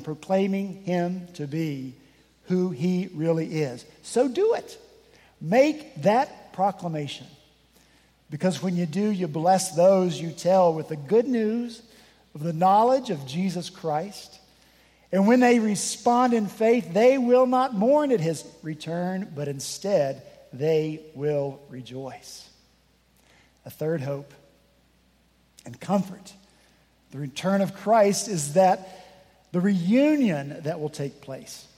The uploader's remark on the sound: This past Sunday, September 10 at Redeemer Presbyterian Church in Charleston, SC. At Redeemer Presbyterian Church in Charleston, SC, many of us braved the coming storm to join with a few other congregations whose buildings were closed due to the storm.